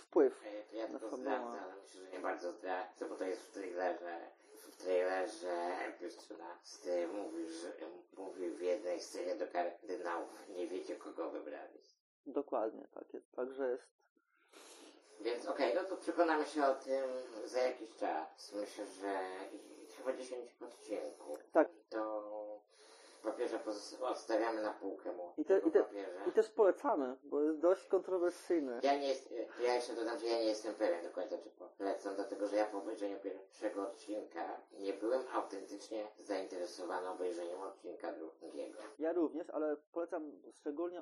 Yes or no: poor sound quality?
yes